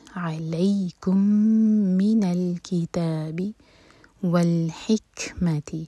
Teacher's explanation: کیف پر سکون ہے، کیف پر ہمس، ہم نے سانس جاری رکھنی ہے